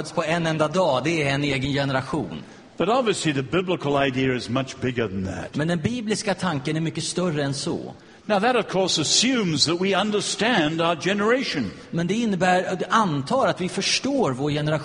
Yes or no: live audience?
yes